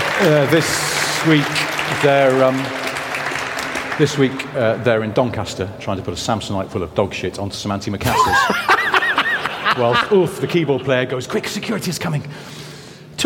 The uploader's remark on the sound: Live from Bicester Heritage. In front of a live audience in a massive hangar at Bicester Heritage. Huge thanks to The Little Car Company for hosting this live recording.